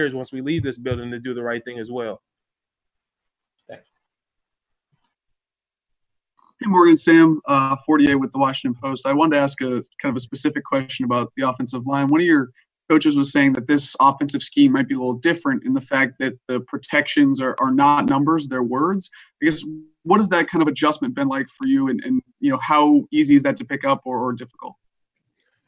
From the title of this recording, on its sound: Zoom Press Conference